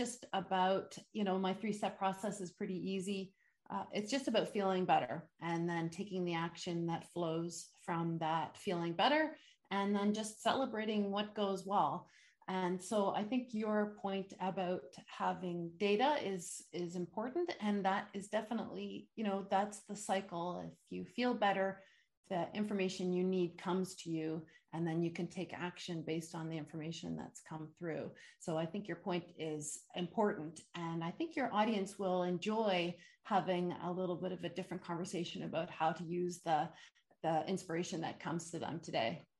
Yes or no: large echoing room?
no